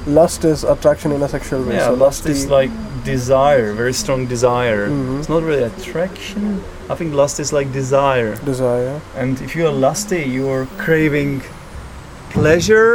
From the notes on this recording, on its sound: This episode was recorded on a train last winter. We were travelling from Podebrady to Prague.